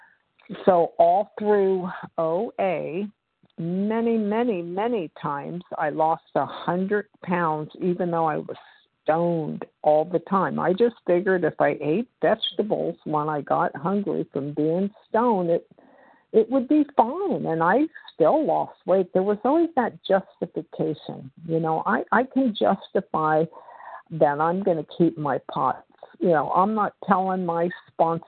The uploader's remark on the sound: the 100 Pounders Phone Meeting, 10/8/23